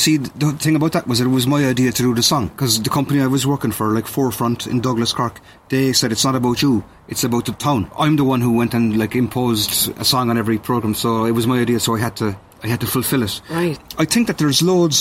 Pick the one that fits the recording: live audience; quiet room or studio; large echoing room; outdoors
outdoors